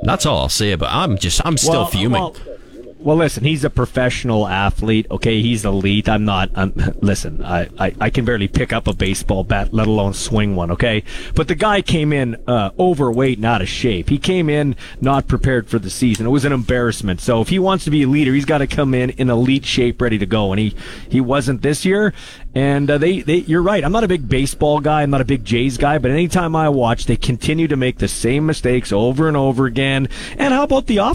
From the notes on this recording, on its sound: Today in the Cage LIVE at #Riders Plaza of Honour